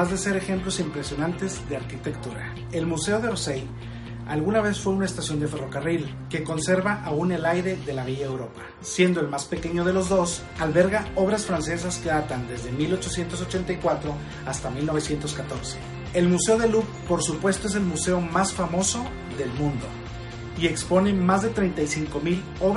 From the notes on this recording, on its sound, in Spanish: Grabado con un Iphone